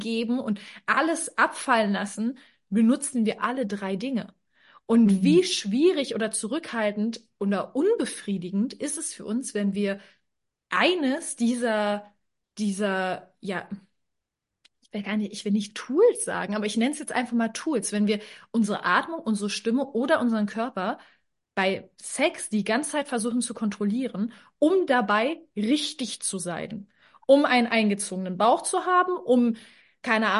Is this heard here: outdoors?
no